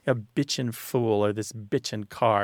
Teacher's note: Because it originally did come from bitching, but we drop off the G because it's nasalized and you don't really hear the G